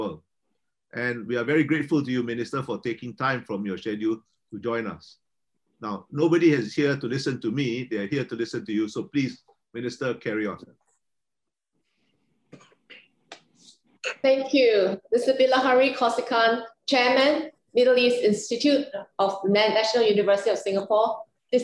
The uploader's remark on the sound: This public talk – jointly organised by Doha Forum and Middle East Institute, NUS – was conducted online via Zoom.